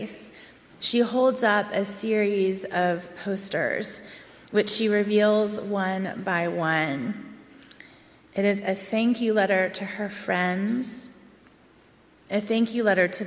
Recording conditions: large echoing room